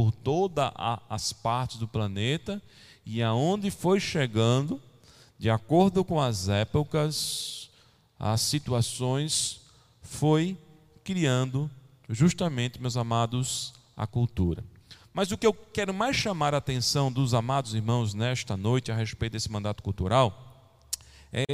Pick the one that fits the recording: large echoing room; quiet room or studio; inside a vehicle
large echoing room